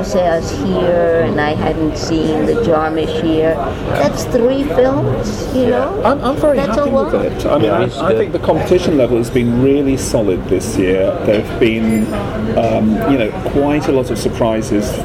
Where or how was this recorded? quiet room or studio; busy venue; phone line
busy venue